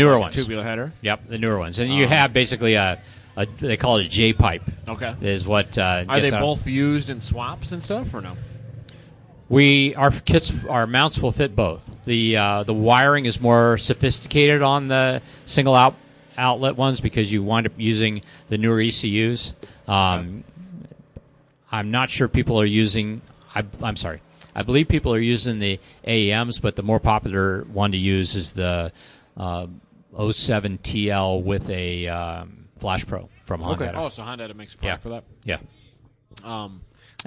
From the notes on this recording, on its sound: Live from HondaMeet15